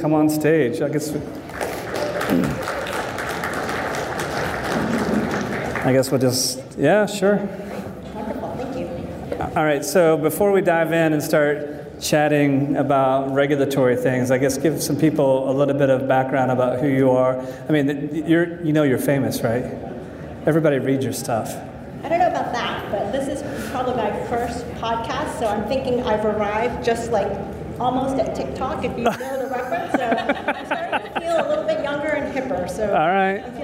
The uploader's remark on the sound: This live episode of the Global Medical Device Podcast was recorded at the Greenlight Guru True Quality Roadshow in Houston.